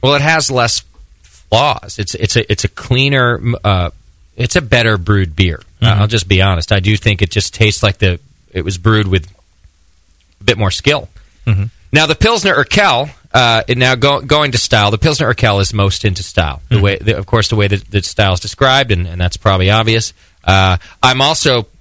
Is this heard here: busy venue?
no